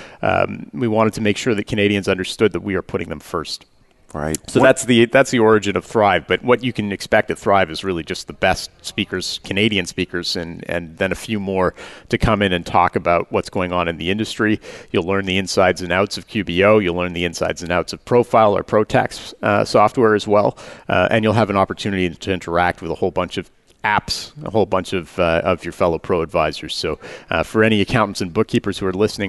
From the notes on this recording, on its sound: Live Broadcast at the The IPBC IGNITE Conference.